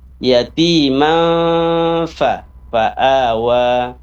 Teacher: tanwin ketemu dengan fa jadi ikhfa ditahan dua harokat samar-samar ke huruf fa